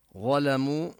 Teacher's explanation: ظلموا ظاء مفخمة واللام مرققة برواية حفص